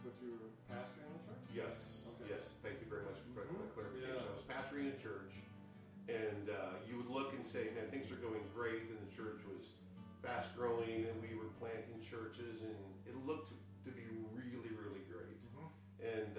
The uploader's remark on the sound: We experienced some technical difficulties on this episode, we did our best to fix them and make the episode great. We have fixed the problem and purchased new equipment.